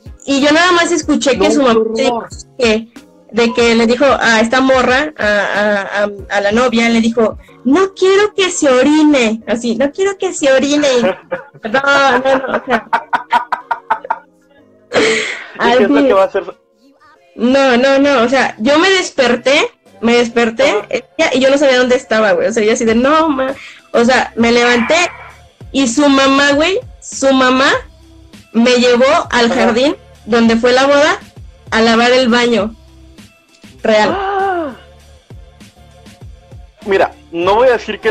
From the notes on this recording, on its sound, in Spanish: El audio no es el mejor